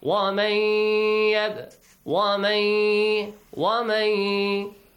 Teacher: You produce a nasal sound and also you stretch it · Term: Ghunna sound